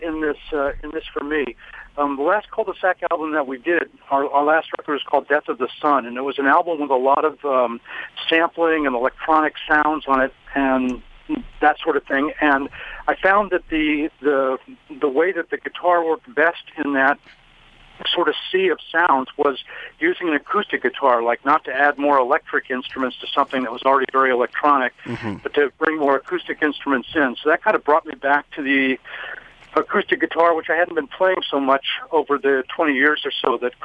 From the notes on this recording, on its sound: Telephone Interview live on Radio1190!